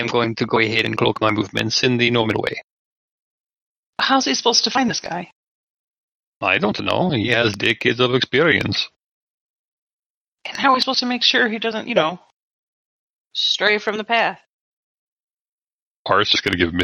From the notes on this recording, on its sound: Audio quality isn't the best - Bots have bottom priority for Discord bandwidth and we've done what we can for the issues we were seeing.